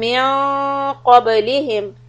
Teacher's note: Back part of the tongue will be raised to be ready for letter qaf